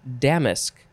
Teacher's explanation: The emphasis is definitely on the first syllable.